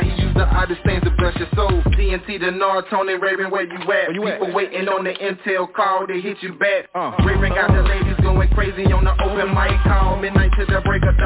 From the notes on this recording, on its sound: TNTSuperfantastic Conference Call